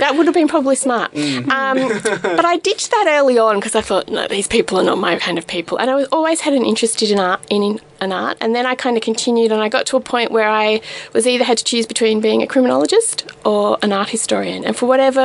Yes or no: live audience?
no